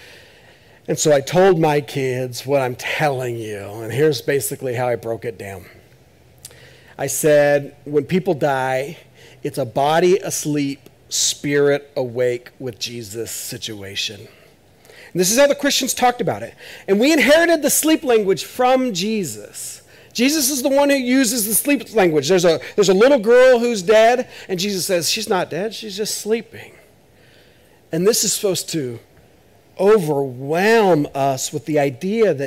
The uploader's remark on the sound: This is audio ripped from the Live Service video.